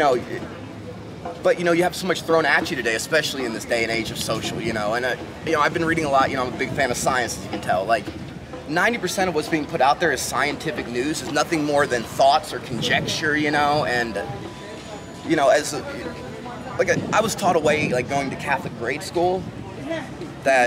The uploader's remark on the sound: Street Interviews - LA Boardwalk